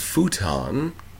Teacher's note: the word futon has a lot of Japanese phonemes, the bilabial fricative, the unrounded close back oo, the t is the same as ours.